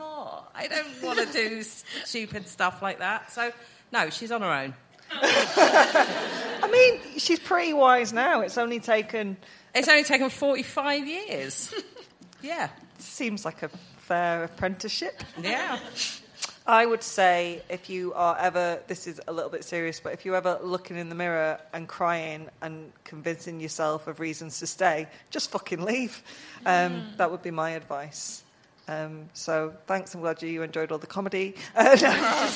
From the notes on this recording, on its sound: SIM Ep 279: Live at London Podcast Festival. Oh yes, we're coming at you live this week and by live, we mean we recorded this at London Podcast Festival at the weekend.